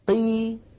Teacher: أقل المراتب أن يكون حرف الاستعلاء مكسورا · Term: القاف المكسورة